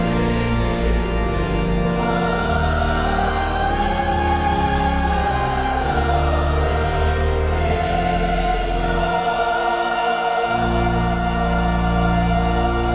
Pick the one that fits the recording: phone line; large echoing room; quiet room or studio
large echoing room